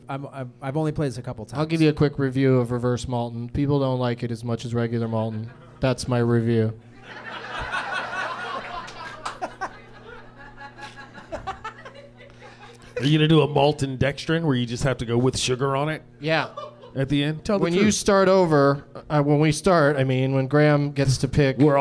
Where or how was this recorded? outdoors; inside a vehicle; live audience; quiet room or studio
live audience